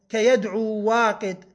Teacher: أو كان مد في الآخر كيدعو واقد. يدعو آخر الكلمة مد، يدعو حرف مد، واقد أيضا واو، التقى واوان ولكن الحرف الأول حرف مد